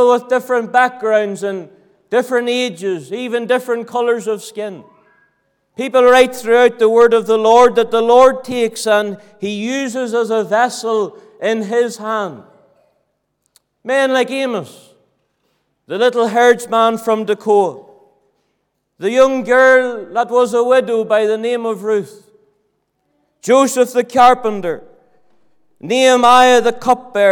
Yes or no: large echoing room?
yes